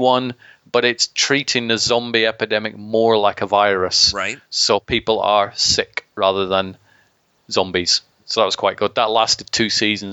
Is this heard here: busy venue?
no